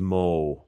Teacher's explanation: that W at the end of more rather than an R. So more becomes mo.